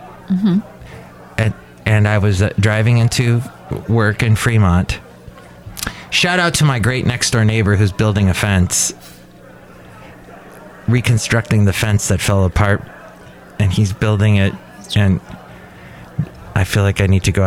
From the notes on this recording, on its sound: Podcasts live from Café Anyway.